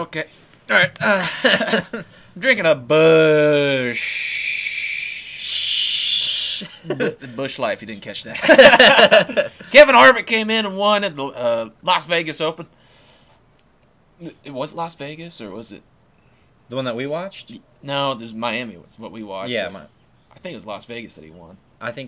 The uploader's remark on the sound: While driving down the road in a Ford Taurus.